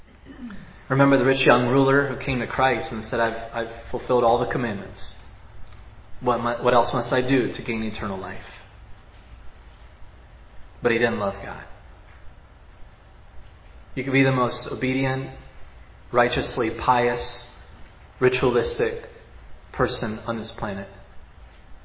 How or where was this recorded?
large echoing room